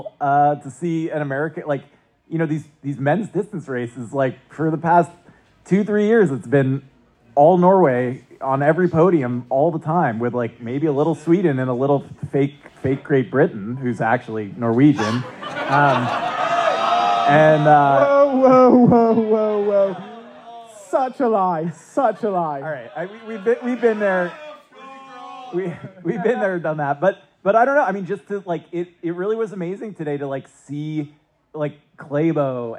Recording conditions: live audience